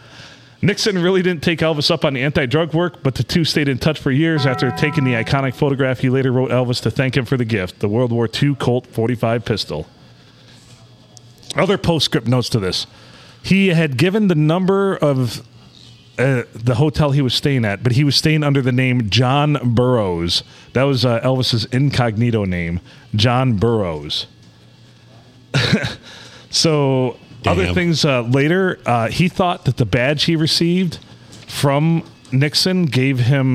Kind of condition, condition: setting, busy venue